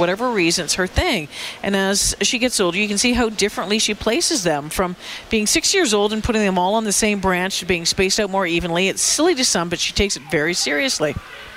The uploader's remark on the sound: broadcast live from Santas Anonymous depot